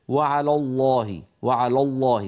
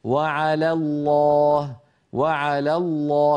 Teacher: فيرقق لام على ويفخم لام لفظ الجلالة · Shown in: second take